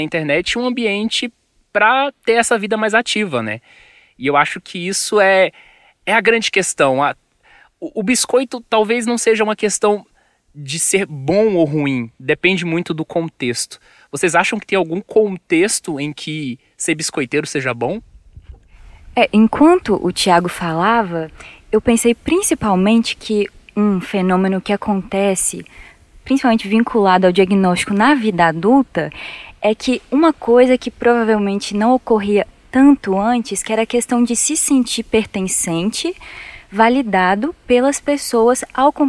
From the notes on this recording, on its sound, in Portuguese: Direto do Parque Estadual do Caracol em Canela, no Rio Grande do Sul, no primeiro episódio do Introvertendo com convidados gravado presencialmente em anos.